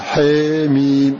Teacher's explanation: ورش وأبا عمرو يقللان ألف في حاميم أول السور السبع في حاميم، وحاجيده حلا تقليل في أول الحواميم حاميم في سورها